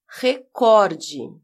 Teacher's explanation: A sílaba cor é a mais forte. · Term: paroxítona